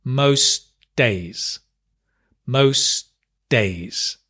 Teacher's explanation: because the T and the D are the same place, it just becomes one